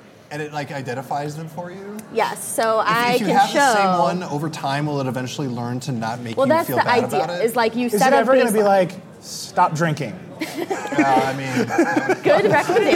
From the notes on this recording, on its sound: This year, we hosted The Vergecast Live at CES 2017 as a Twitter Live video show.